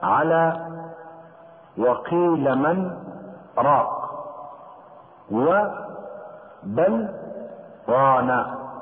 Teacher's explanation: اللام والنون يظهران قبل الراء عند سكت حفص